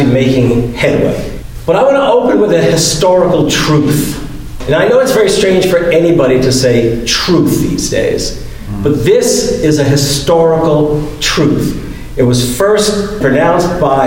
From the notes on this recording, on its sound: LIVE from the Our Wisconsin Revolution Convention!